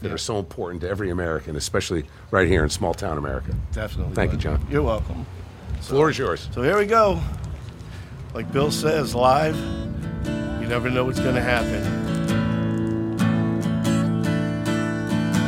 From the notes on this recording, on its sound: we're LIVE from Main Street in Flemington.